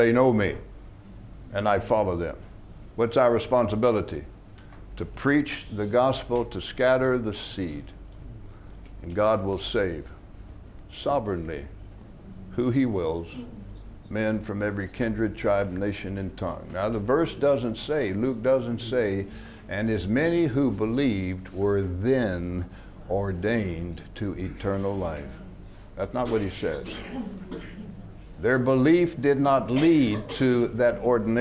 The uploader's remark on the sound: From the HeartCry Asia Conference 2023.